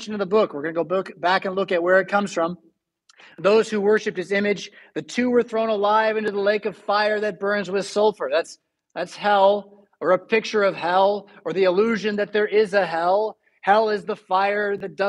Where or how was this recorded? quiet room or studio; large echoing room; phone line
large echoing room